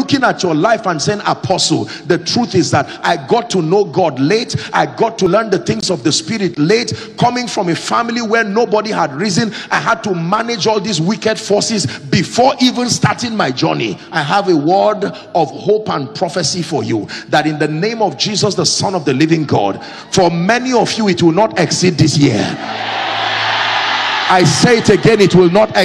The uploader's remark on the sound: Accelerate Conference 2023 ||The Elevation Church|Lagos-Nigeria